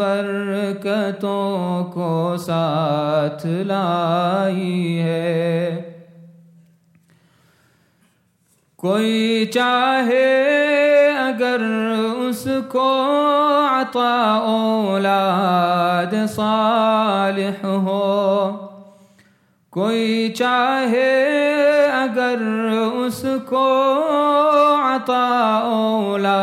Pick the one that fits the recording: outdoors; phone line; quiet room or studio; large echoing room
large echoing room